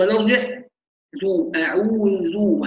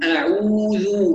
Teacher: فمثلا بعض الناس تقول أعوذ، يقول نضم أعو ثم نرجع ذو أعوذ، هذا خطأ في الأداء. طالما توالت الضمات تبقى الشفتان على وضع الضم، لا نرجع ثم نضم · Shown in: second take · نظل على وضع الضم أعوذ هكذا، أعوذ بهذه الطريقة أعوذ بالله.